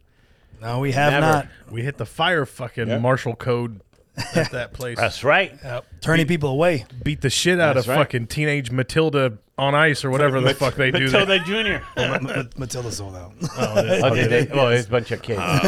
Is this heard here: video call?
no